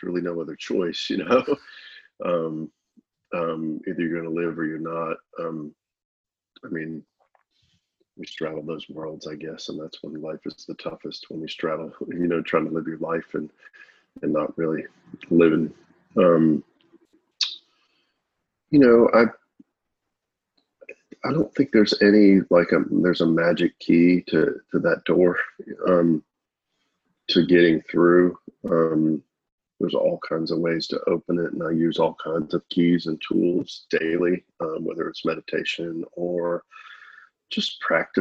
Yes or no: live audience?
no